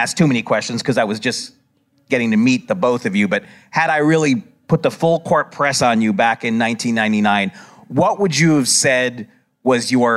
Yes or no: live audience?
yes